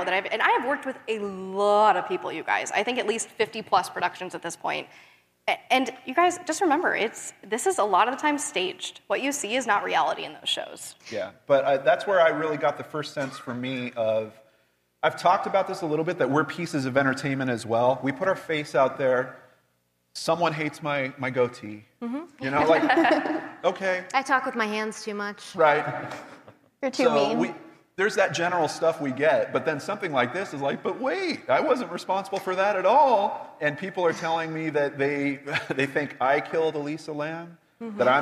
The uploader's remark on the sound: Live at CrimeCon 2021